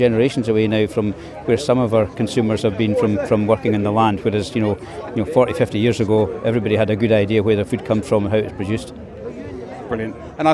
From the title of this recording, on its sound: Ringside at Fife Show